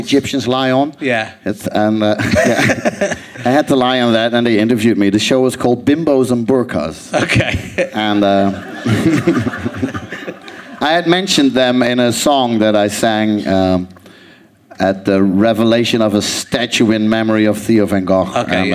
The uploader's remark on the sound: Leicester Square Theatre Podcast